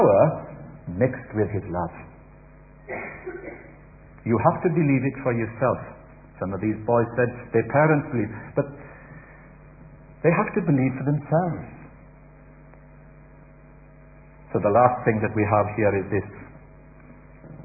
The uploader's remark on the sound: Easter Celebration Baptismal Service - Audio